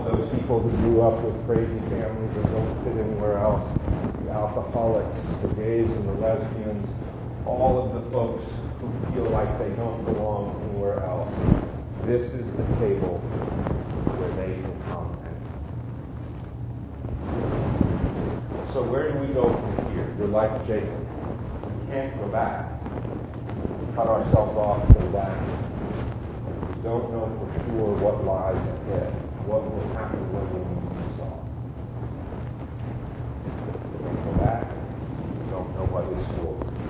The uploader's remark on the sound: Note that the audio quality of the sermon is poor this week.